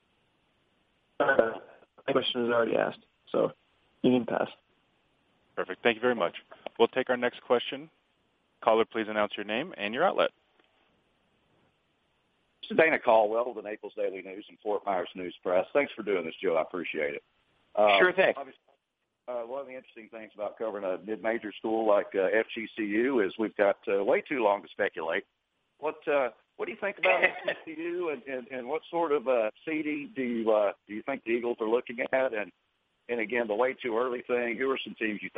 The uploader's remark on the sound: ESPN Bracketology Conference Call.